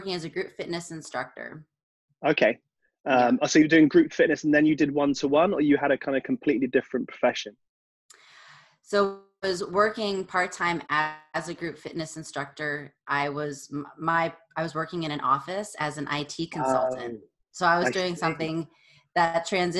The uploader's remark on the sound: This podcast was recorded online during COVID-19 lockdown.